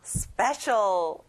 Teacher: 스페에 강세를 넣어보는 거예요.